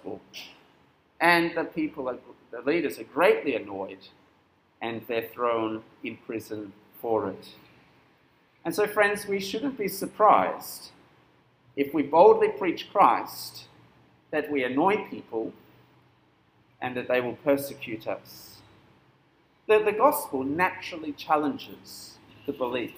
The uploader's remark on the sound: This sermon was preached at St Nicholas Home on 22nd April 2022.